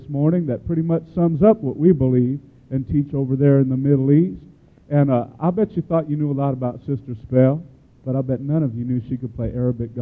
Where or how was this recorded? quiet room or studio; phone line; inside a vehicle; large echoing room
large echoing room